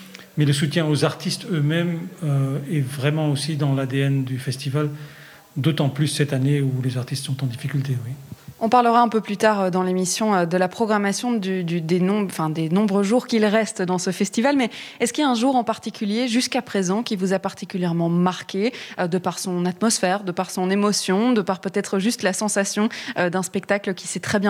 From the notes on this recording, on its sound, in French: depuis le Festival Artonov